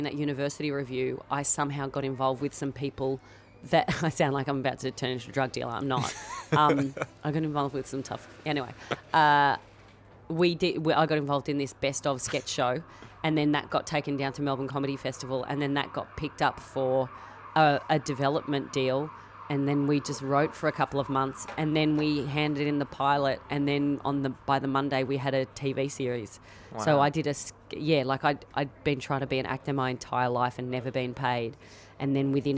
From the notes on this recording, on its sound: in Abbatoir Bar at the Edinburgh Fringe Festival